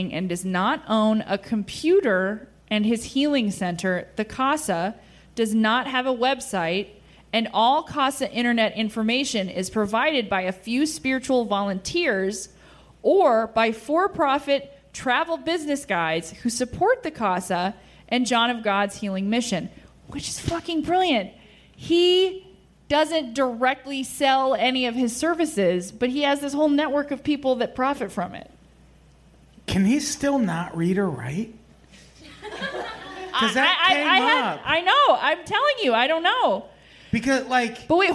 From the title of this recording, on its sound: Live At The Hollywood Hotel